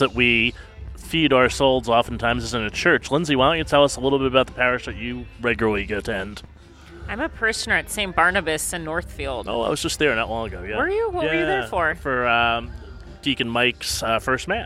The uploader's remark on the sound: On Location at Becoming Fire: The Vocation Office's Outdoor Festival.